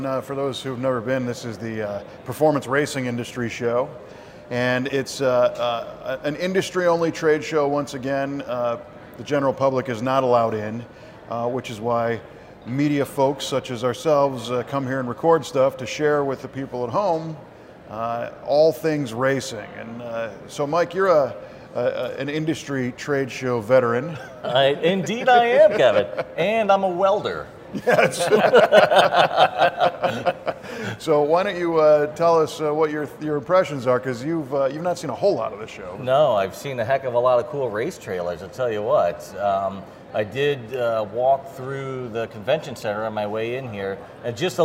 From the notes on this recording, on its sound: V8 Radio: Live.. Well, Recorded Live, Anyway, From The 2018 PRI Show in Indianapolis!